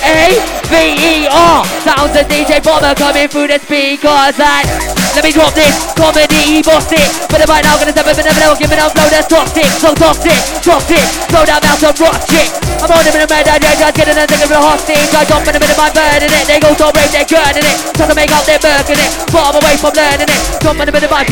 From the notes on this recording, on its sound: LIVE FROM CIRCLE 8 AT CLUB KARMA IN CARDIFF. THIS 3 DECK MADNESS.